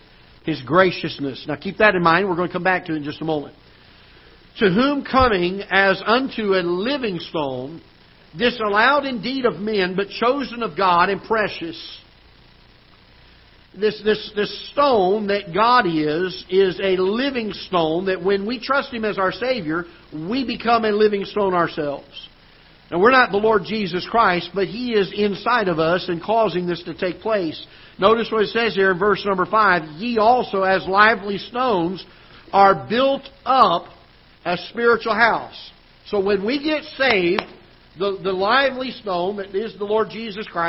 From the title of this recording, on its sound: Ketha Heights Baptist Church ~ Live Broadcast